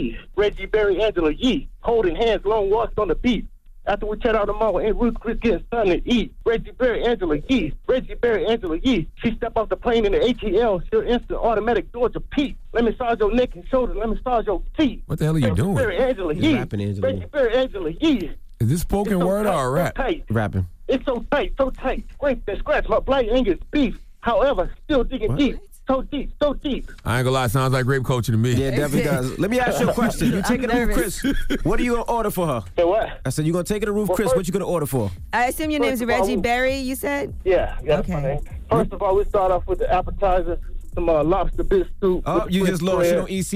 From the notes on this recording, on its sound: we opened up the phone lines